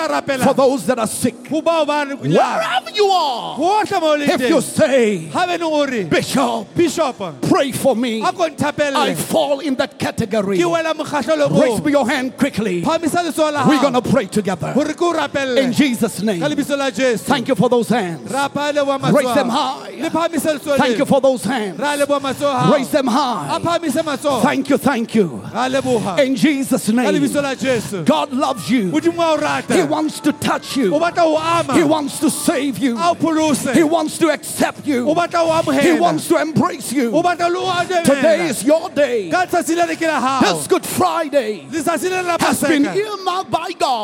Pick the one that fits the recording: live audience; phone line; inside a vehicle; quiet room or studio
live audience